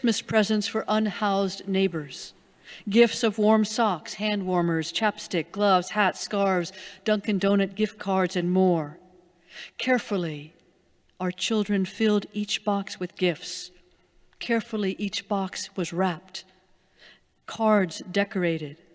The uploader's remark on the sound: Sermons from Old South Church in Boston